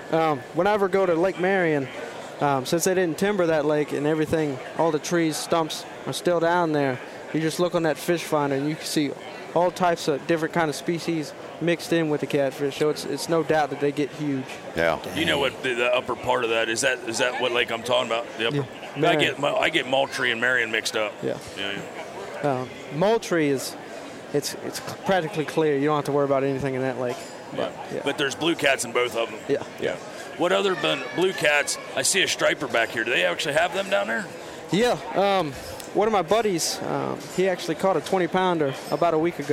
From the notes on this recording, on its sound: Live from the Great American Outdoor Show.